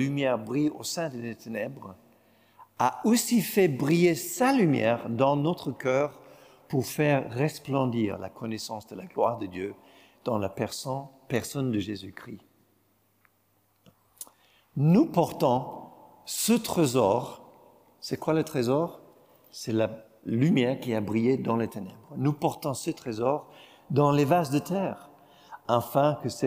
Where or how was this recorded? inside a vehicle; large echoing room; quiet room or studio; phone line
large echoing room